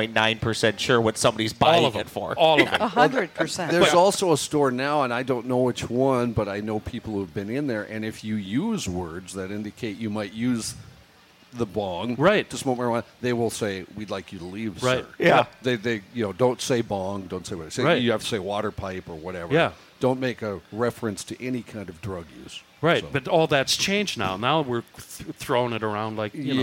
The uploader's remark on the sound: from the Minnesota State Fair